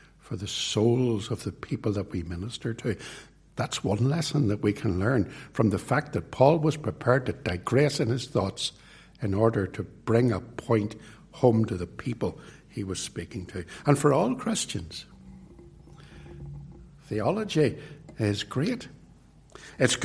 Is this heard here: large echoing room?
yes